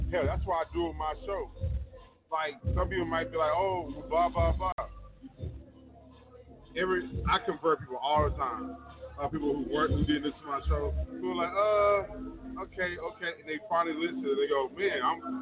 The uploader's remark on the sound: Live From Pinups Cabaret. Life After Dusk Live in Pinups Cabaret!